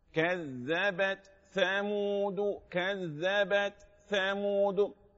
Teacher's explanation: تفصل التاء عن الثاء. كذبت يبقى في جريان نفس اللي هو الهمس بفصل التاء عن الثاء